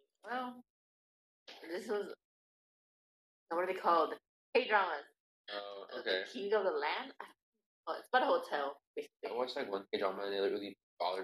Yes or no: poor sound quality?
yes